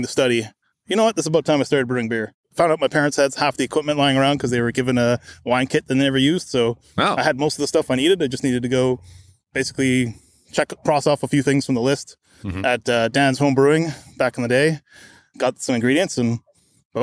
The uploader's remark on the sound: Recorded in a park in Vancouver, BC.